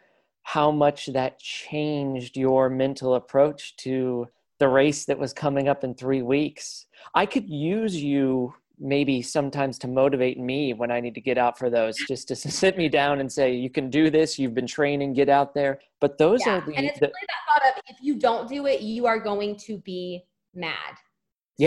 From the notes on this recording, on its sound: On a Zoom call with us.